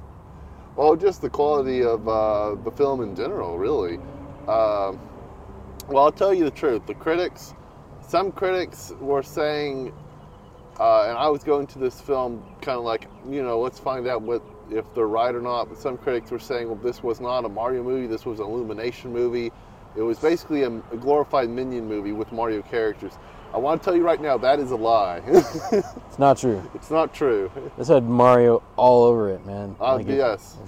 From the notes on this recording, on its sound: We recently watched the new Super Mario Bros film and recorded this short vidcast in the parking lot of the theater.